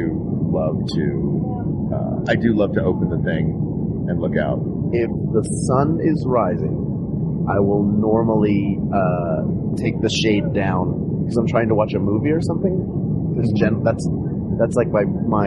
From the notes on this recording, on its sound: RECORDED LIVE MID-FLIGHT! Recorded live on a flight from Sydney, Australia to Auckland, New Zealand during the Thrilling Adventure Hour Down Under Tour.